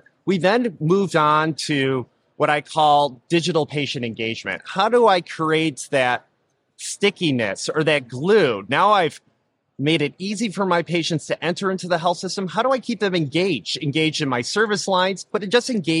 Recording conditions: busy venue